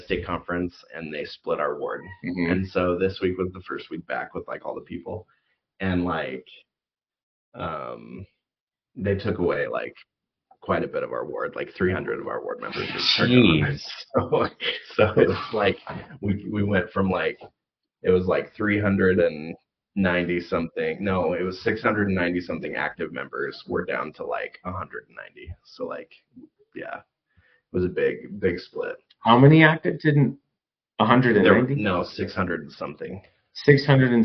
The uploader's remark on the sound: Sorry for the audio on this episode! We were trying out some new equipment and thought we had it right, but I forgot to adjust a setting!